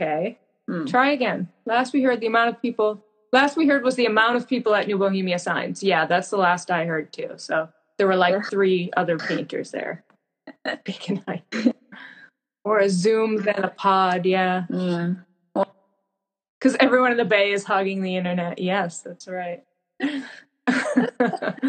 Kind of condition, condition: fault, poor sound quality